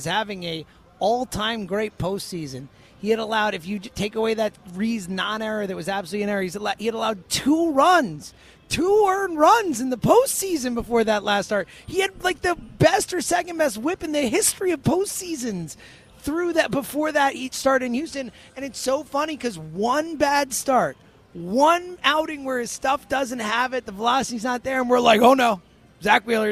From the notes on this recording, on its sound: live from Parx Casino